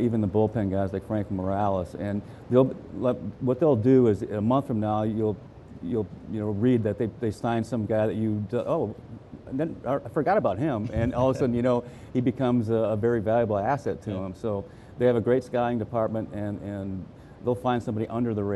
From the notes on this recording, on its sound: live in Nashville at the Winter Meetings